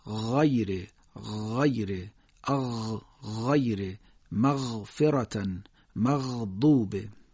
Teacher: حرف غین از محل غرغره کردن آب در گلو ادا میشه، نرم و کشیده